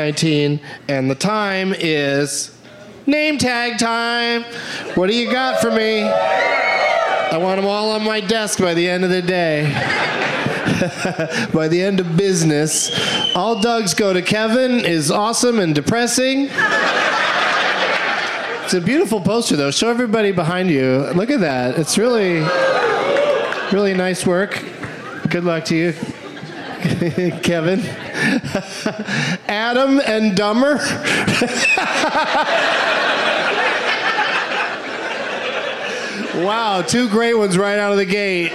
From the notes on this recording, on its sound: Live from Helium Comedy Club in Indianapolis